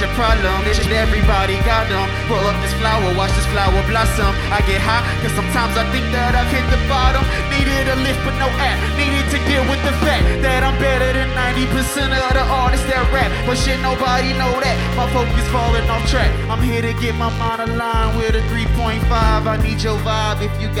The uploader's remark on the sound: This recoding was captured at Healer during the 2019 New Hands Music Festival.